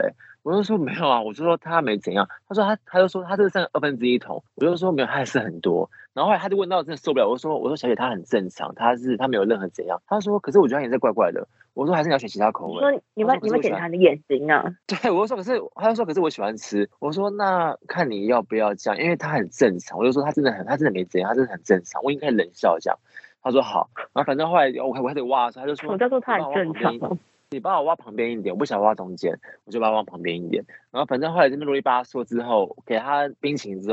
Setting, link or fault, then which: link, phone line